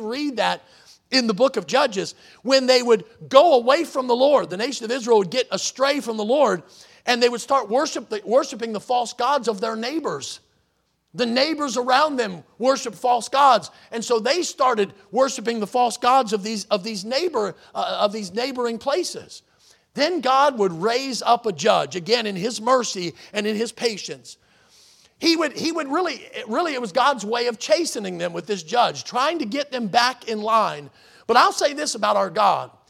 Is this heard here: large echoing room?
yes